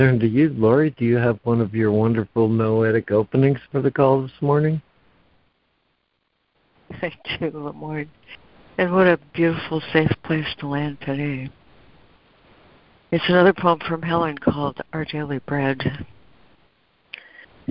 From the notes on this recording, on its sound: ACIM Daily Conference Call